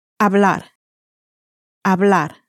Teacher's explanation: you can start to hear that the stress is towards the end of that word because it ends in a consonant